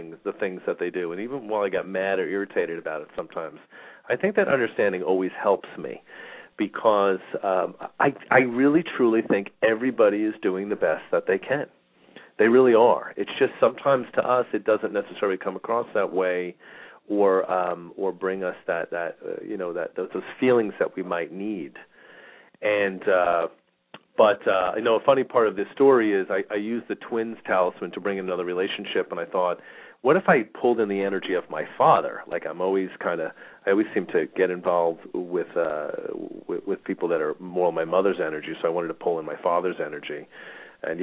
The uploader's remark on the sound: Callers may call in 15-20 minutes into the live show with questions or comments and 5 minute mini navigational consultations. We will open up the phone lines early today for questions and comments.